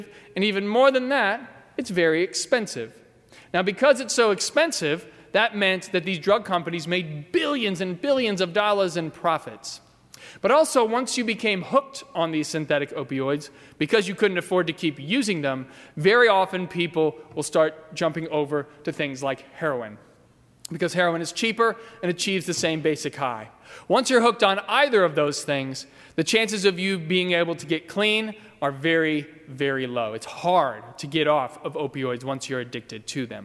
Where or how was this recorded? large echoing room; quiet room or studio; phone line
large echoing room